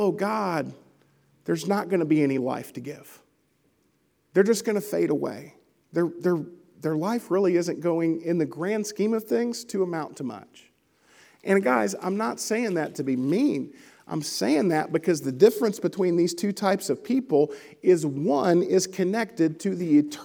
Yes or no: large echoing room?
yes